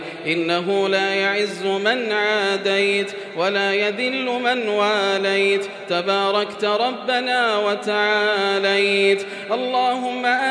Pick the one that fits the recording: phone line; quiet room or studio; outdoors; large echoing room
large echoing room